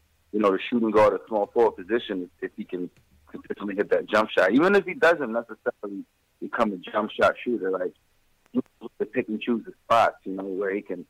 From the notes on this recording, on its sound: Caller Reactions. Get live reactions from fans around the world!